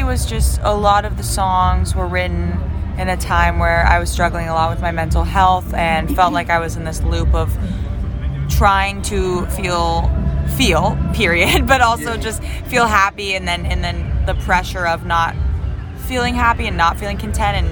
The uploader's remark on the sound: From the WUTK Music Department. At the Shaky Knees Music Festival, April 30, 2022.